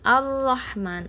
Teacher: Tapi kalau asyamsiyah di lafat ini contohnya ar-rahman alnya tidak dibaca dimasukkan pada huruf setelahnya